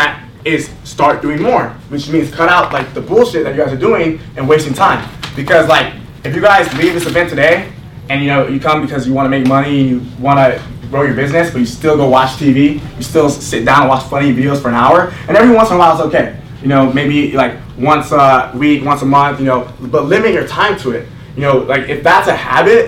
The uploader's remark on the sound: Las Vegas In Person MARKETING Event. This is a recap of what went down in November at the Las Vegas event. The audio you are hearing is RAW so it may not sound perfect.